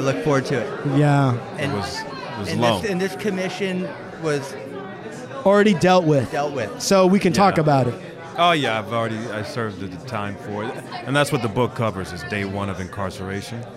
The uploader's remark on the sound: LIVE from the Art Show. Hard Luck Studios records live at the Regime Contemporary Art Gallery.